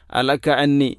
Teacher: ഇവിടെ അലക അന്നി, ഹാന് പകരം ഹംസ, വലിയ തെറ്റാണത്. അലക അന്നി, അതുപോലെ അന്നി എന്നതിലെ ഐൻ മാറി ഹംസ.